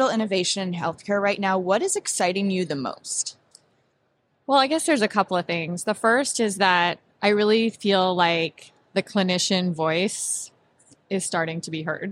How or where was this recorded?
busy venue